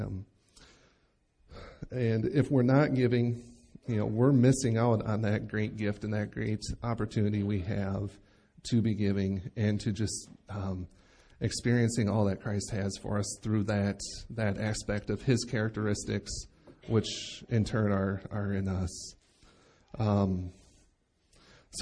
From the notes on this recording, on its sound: Recorded live at Bethany Bible Church